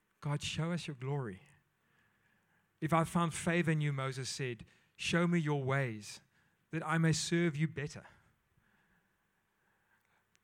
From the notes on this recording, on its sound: at Joshua Generation Church Mossel Bay PM congregation